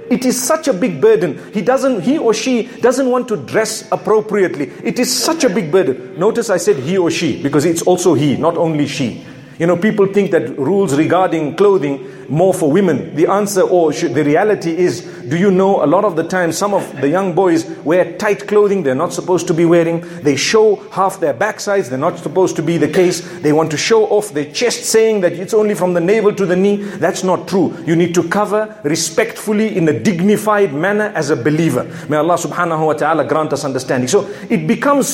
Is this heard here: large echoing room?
yes